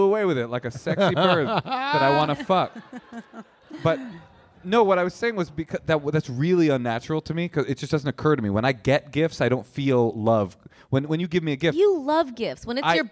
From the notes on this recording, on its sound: This week we have our first live show in two years.